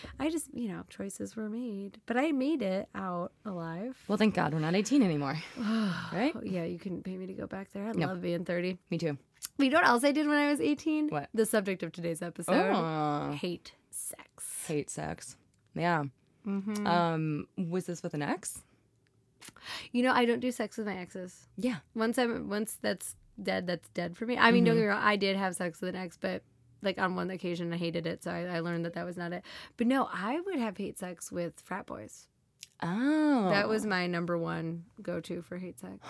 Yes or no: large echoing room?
no